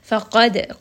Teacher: qaf is heavy, dal has qalqala, it is part of qutb jad, so give it a little bit of bounce.